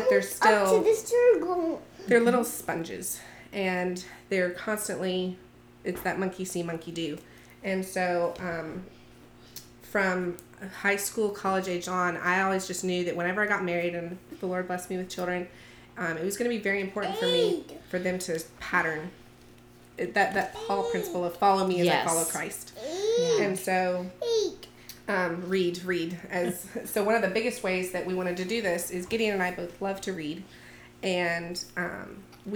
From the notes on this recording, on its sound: You will hear the sounds of these sweet little ones who joined us for the podcast.